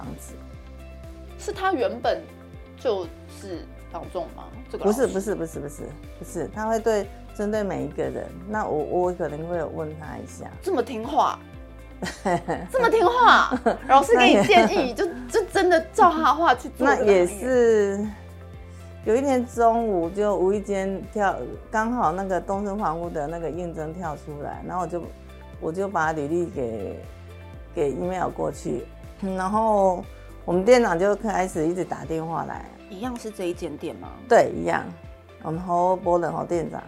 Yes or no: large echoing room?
no